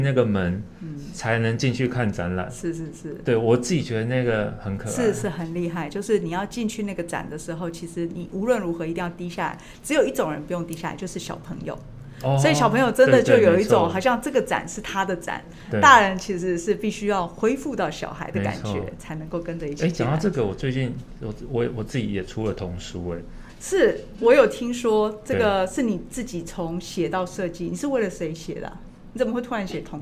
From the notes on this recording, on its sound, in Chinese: 本集節目在「Sidoli Radio小島裡」現場錄製，並共同播出。